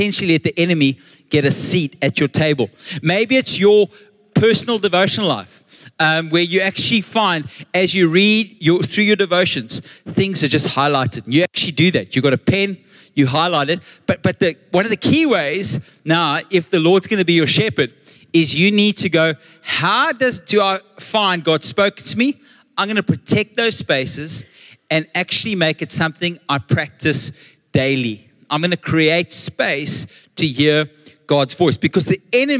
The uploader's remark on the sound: Recorded live on Sunday the 1st October 2023